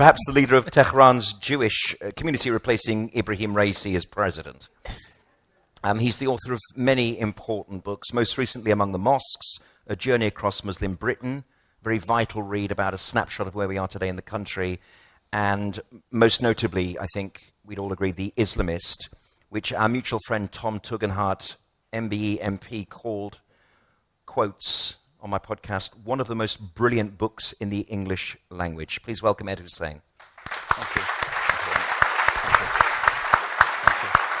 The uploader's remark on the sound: Addressed a live audience for StandWithUs UK, which I hosted in Central London.